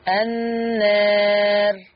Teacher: وانت بتقلل النار الراء مرققة